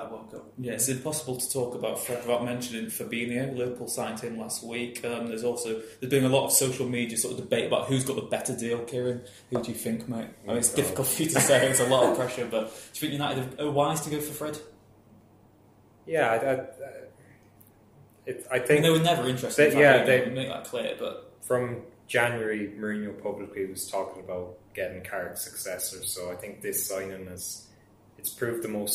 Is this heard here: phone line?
no